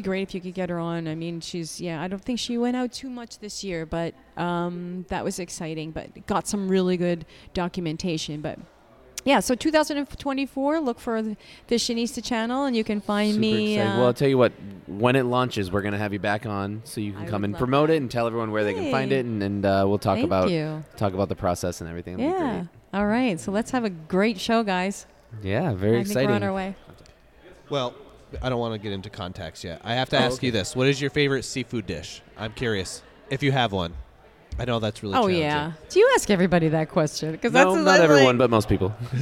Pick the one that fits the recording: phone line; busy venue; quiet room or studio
busy venue